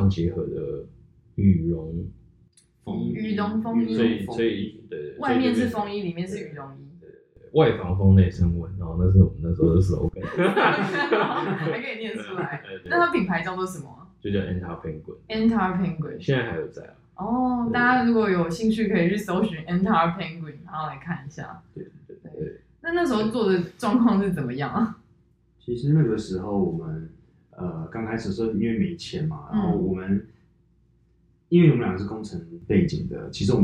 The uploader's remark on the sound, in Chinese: 本集因為設備問題音質較不清楚。